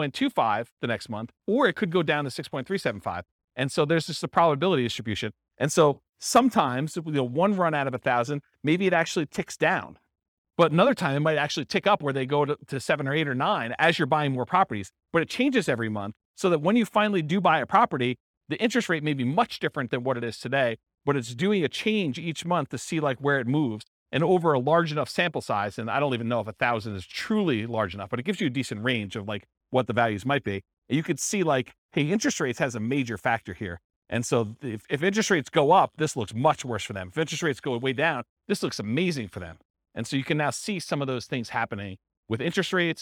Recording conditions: live audience